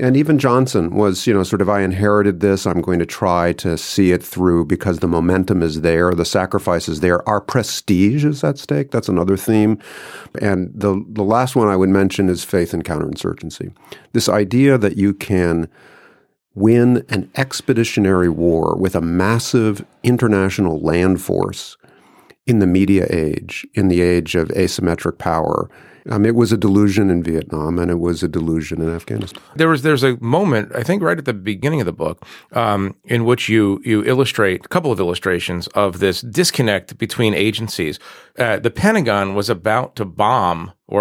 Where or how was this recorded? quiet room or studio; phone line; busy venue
quiet room or studio